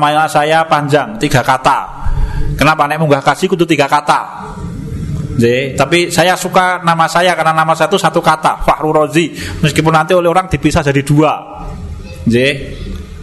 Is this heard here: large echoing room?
yes